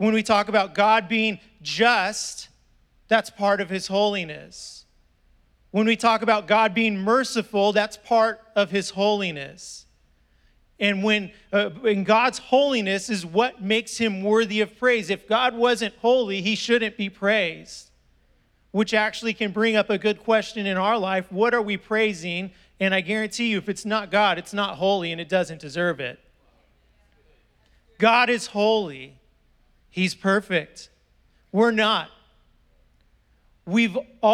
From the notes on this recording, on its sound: was preached on December 5th at the 10AM service